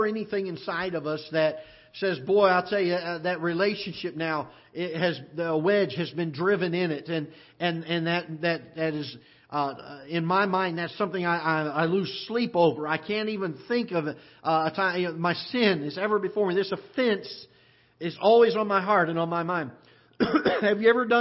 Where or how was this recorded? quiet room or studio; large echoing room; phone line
large echoing room